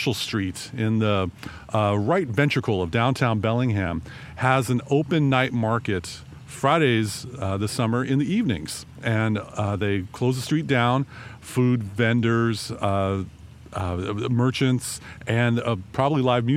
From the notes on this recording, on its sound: Record from the great outdoors- live from the unofficial Truckbed Studios of the Bellingham Podcast. Do a test run using a slightly different podcasting setup while recording on location.